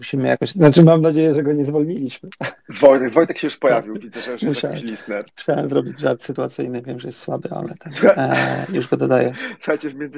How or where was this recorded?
video call